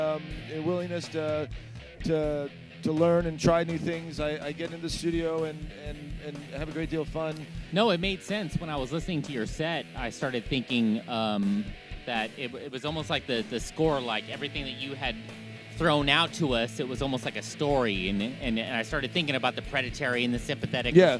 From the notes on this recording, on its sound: Aftershock Festival Day 3 coverage of Sunday October 13th, 2019.